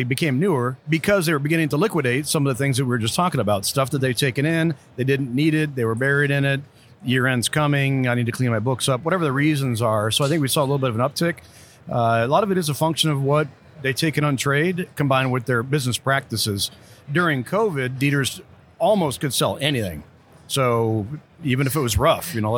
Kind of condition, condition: setting, busy venue